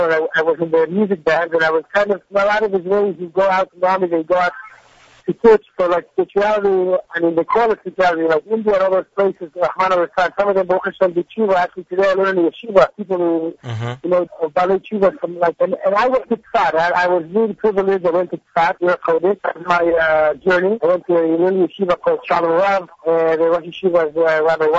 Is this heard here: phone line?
yes